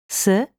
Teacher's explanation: Quando pronunci Z, che è una consonante sonora, dovresti sentire una vibrazione delle corde vocali, mentre quando pronunci S, il suono è sordo e non dovresti sentire la vibrazione